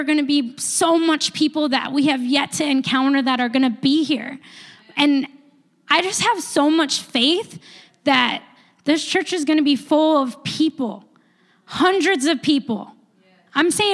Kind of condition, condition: setting, large echoing room